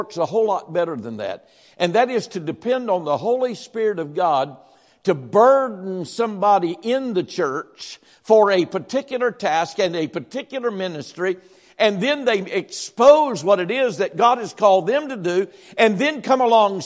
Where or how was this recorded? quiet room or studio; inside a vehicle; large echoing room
large echoing room